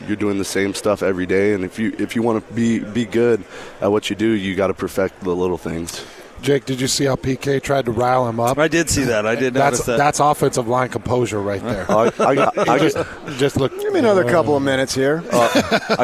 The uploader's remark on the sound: at Pac-12 Media Day